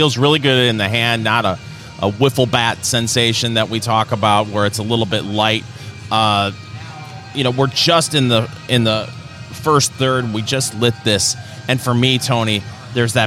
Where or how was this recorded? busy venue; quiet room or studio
busy venue